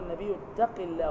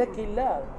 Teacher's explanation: انظر إلى القاف في آخر درجات التفخيم ولا تقل القاف مرققة · Shown in: first take · فهذا خطأ لأن الحرف المفخم عمره ما يبقى مرقق إن هو